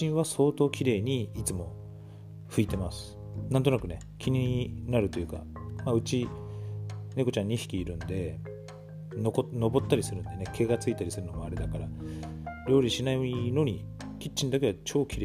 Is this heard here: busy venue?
no